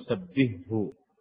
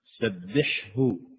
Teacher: أنا أقول سبهه سبحه، فيجب إظهار الحرفين معا، لأن حرف الحاء وإن اجتمع مع حرف الهاء في الحلق إلا أن الحاء يخرج من وسط الحلق والهاء يخرج من أقصاه من أقصى الحلق، فلذلك بينهما تباعد في المخرج · Shown in: second take